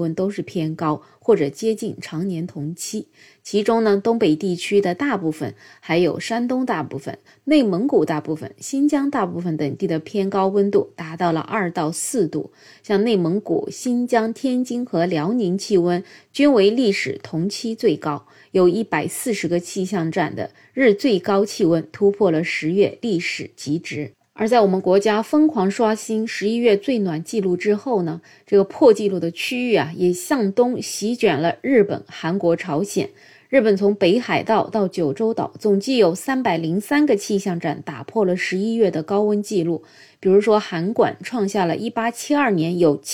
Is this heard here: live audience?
no